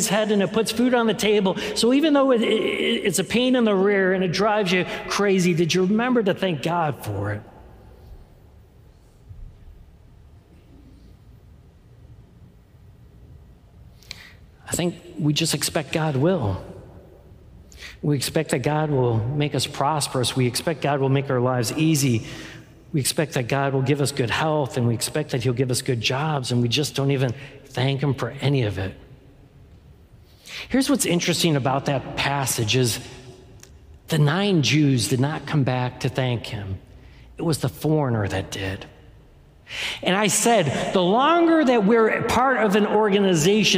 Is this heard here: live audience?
yes